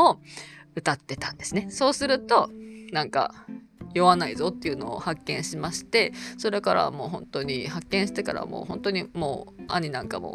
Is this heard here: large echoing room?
no